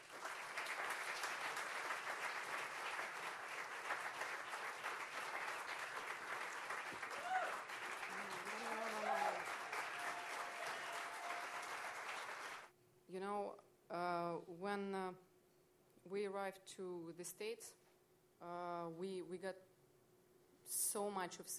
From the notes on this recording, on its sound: At a benefit for the embattled dissident troupe organized by the PEN American Center that was held at Le Poisson Rouge on Wednesday. They turned to an audience of supporters at Le Poisson Rouge’s cozy downstairs space.